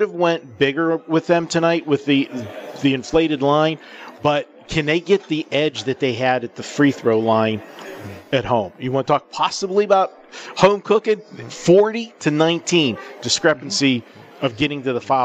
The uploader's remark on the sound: Live From The Super Book at the Westgate Las Vegas